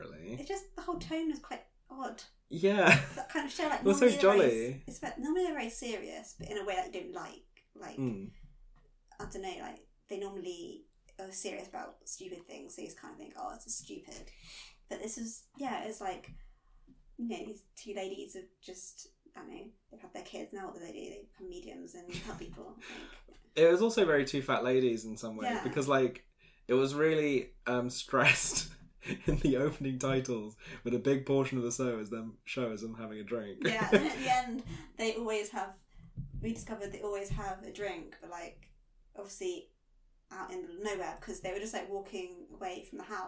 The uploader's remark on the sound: APOLOGIES ONCE AGAIN FOR AUDIO.